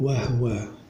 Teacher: وهو أبو عمرو بإسكان الهاء